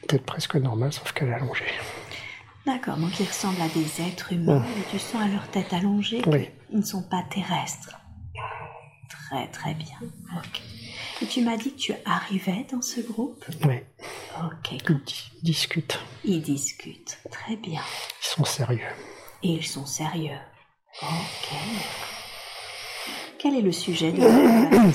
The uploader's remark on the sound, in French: Séance de démonstration d’Hypnose Transpersonnelle® lors de la formation de Bordeaux. Certains bruits de fond (environnement et stagiaires) se font donc entendre.